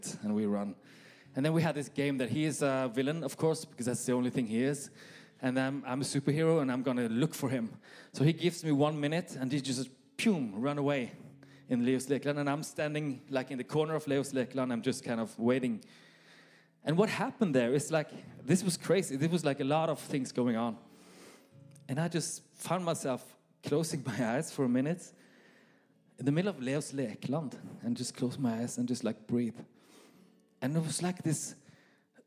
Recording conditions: live audience